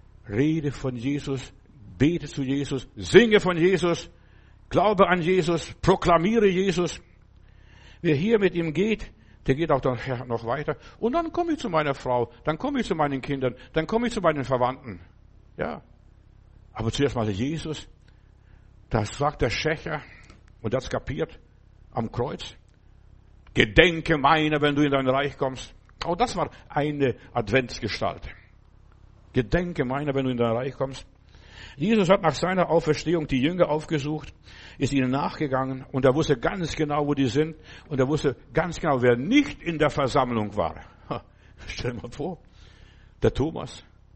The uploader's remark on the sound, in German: im Gemeinde-Zentrum in Berlin aufgenommen